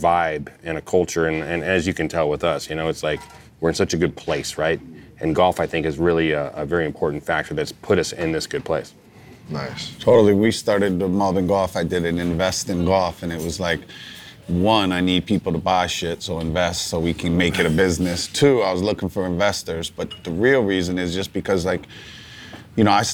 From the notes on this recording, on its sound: We're on location at The Hay in Pebble Beach.